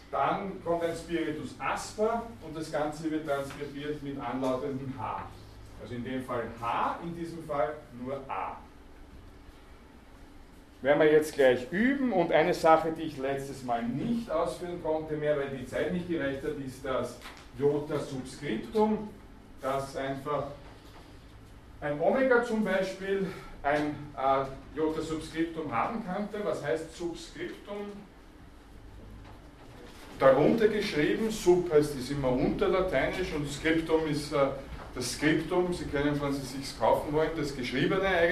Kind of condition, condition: setting, large echoing room